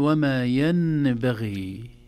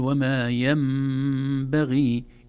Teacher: وما ينبغي لهم، في الآية 211، وما ينبغي لهم، حرف الميم فوق النون، وهذا يدل على أن النون انتقل مخرجها إلى مخرج الميم، لا تنطق نون أبدا، لا نقول وما ينبغي، لا نقول هكذا أبدا، بل نقول وما ينبغي، إذن النون الساكنة تنقلب إلى ميم إذا جاء بعدها حرف الباء · Shown in: second take · ويسمى هذا الحكم حكم القلب أو أحيانا يسمونه الإقلاب.